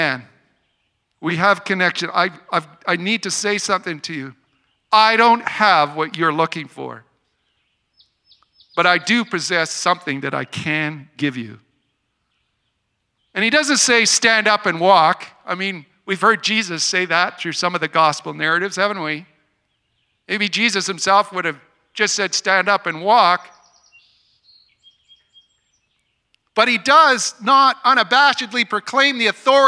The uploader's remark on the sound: Today's gathering marks our first Outdoor Service and audio recording from high atop the Knutsford Hills. A small group of people from among our Vineyard family and friends gathered to share in worship, teaching and prayer.